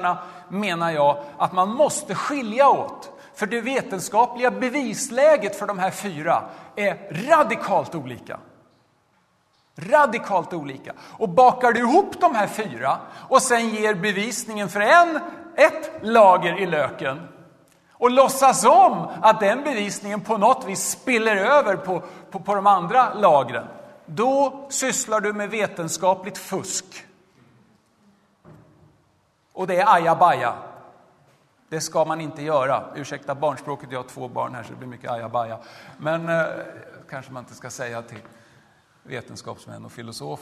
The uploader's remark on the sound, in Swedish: Arrangör är CredoAkademin, och inspelningarna sker i Betlehemskyrkan i Stockholm.